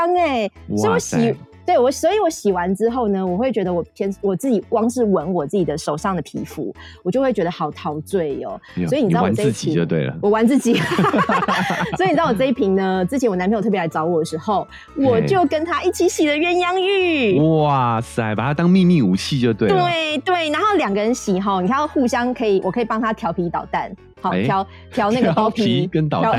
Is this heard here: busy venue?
no